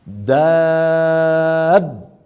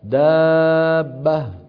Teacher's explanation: بيان الباء الأولى وأنها خرجت بالتصادم · Shown in: first take